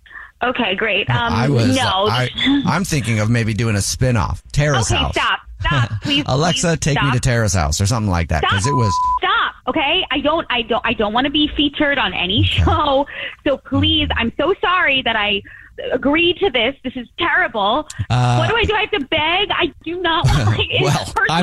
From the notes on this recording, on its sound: phone prank style